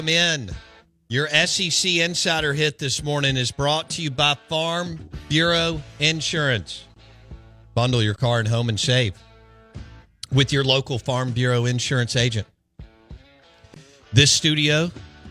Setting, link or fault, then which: link, phone line